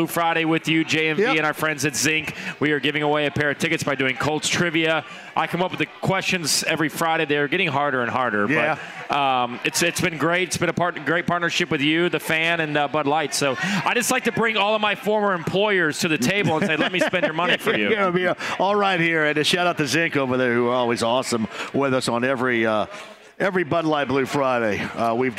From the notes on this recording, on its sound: LIVE from Kilroy’s in downtown Indy